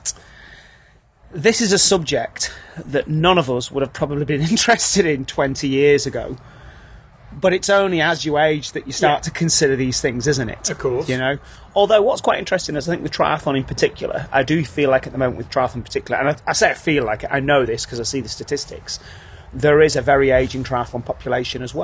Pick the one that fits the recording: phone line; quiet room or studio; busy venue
busy venue